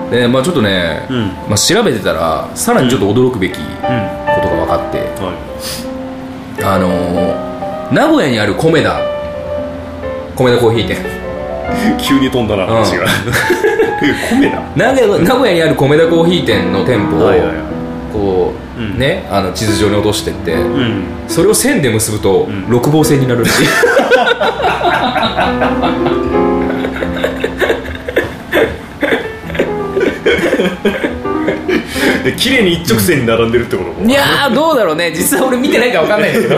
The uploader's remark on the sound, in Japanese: 公開収録。